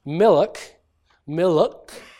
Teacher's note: So the word milk will often be pronounced milk, milk, with an extra vowel between the l and the k, because of a natural tendency to break up complicated consonant clusters · Term: epenthesis